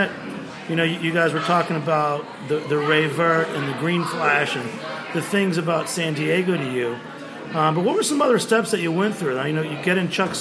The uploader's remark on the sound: A special show that was recorded live at The Gate in Brooklyn, celebrating the brewery's 20th anniversary!